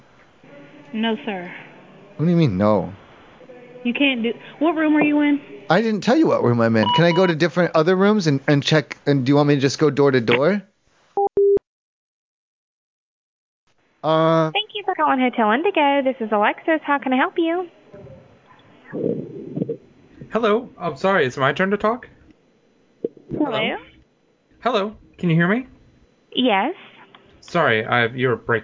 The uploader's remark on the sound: This show contained prank telephone calls.